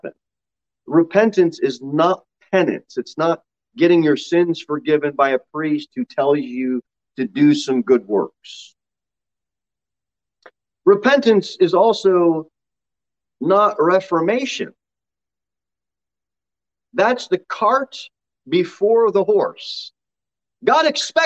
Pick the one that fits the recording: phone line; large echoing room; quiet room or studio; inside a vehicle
large echoing room